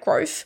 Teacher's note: I always end up saying it with like an F at the end.